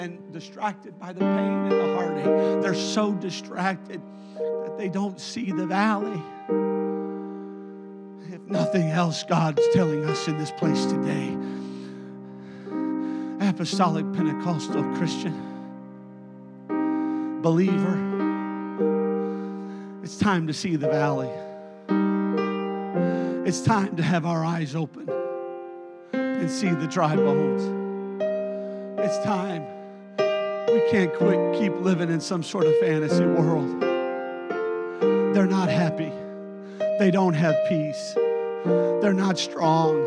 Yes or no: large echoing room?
yes